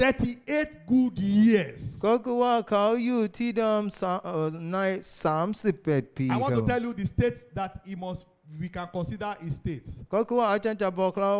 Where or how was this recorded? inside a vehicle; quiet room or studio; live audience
live audience